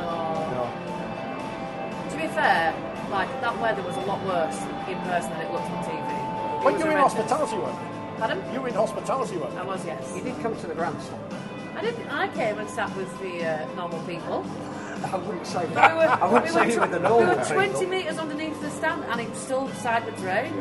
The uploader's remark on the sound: We were live at Headingley